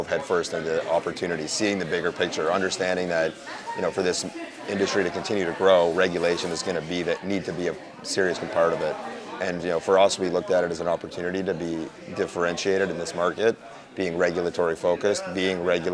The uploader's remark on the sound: at the Blockchain Futurist Conference in Toronto, Canada